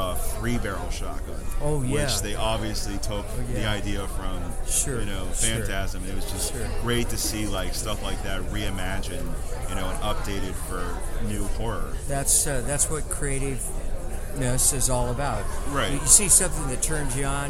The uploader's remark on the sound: live from Pittsburgh's Horror Realm Con